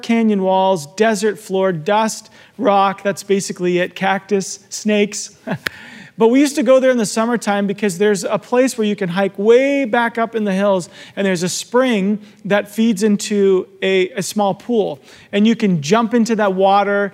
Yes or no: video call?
no